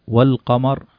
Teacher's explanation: لما وضعنا واو وانطقنا اللام فهي لام قمري